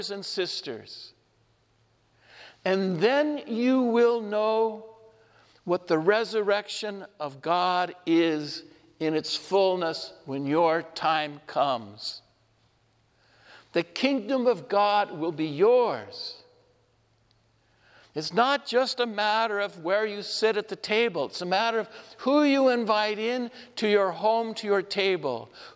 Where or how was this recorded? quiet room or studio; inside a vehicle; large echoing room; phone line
large echoing room